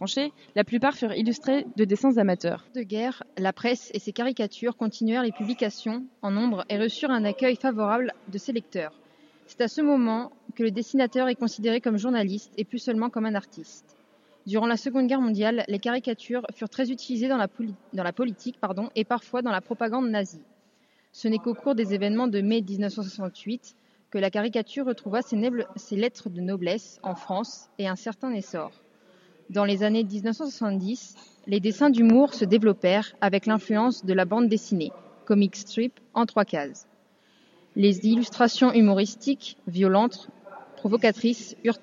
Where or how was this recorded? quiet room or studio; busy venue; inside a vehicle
busy venue